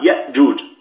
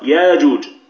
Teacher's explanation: أبدل الهمزة حرف مد من جنس حركة ما قبله · Shown in: second take